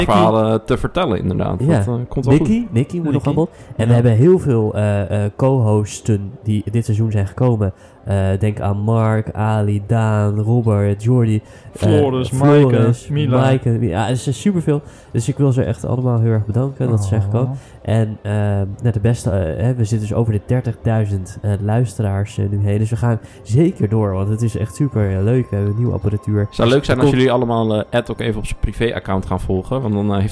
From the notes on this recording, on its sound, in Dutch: LIVE vanuit het Casino, althans op het moment suprême was het live.